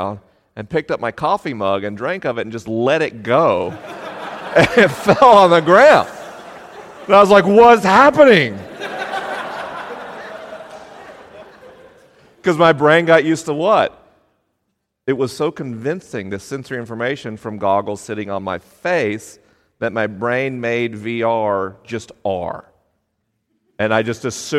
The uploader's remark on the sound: LIVE in Chapel Hill, NC. This episode was recorded in Chapel Hill, NC with a live audience.